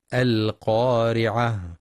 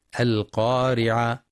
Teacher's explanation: ينتبه القارئ لتفخيم القاف في أعلى مراتبها لأنها مفتوحة وبعدها ألف، ولترقيق الراء لأنها مكسورة، والوقف على التاء المربوطة هاء ساكنة مع بيان صفة الهمس فيها · Shown in: first take · القارعة، حيث يخطئ من يقرأ القارعة بإسقاط الهاء وقفا القارعة، والصواب إتمام الهاء وهمسها.